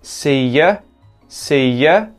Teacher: The U gets turned into a schwa sound in there instead of ooh